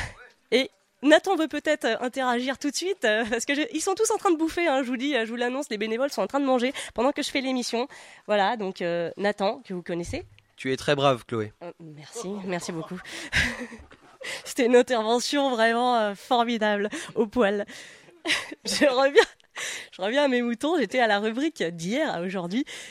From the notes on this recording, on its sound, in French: RIFFS 70 en live du 37e parallèle.